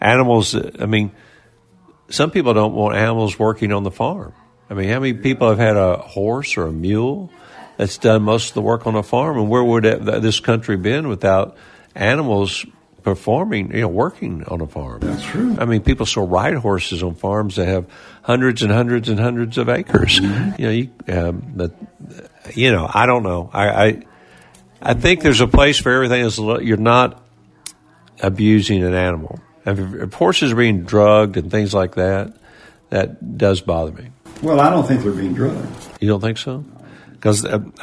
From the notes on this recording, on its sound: is LIVE from the Country Music Hall of Fame in Nashville!